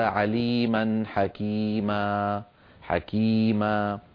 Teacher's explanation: ثم انتقلنا إلى مد العوض وبينا بأنه هو التعويض عن تنوين النصب حالة الوقف بألف تمد بمقدار حركتين ويلحق بالمد الطبيعي، نحو قوله تعالى: عليما حكيما حكيما.